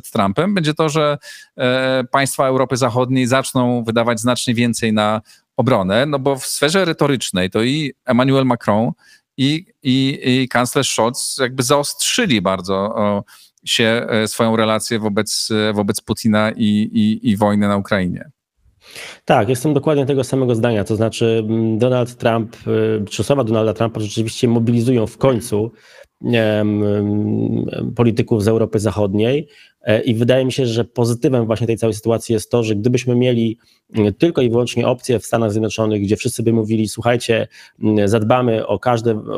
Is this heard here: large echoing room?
no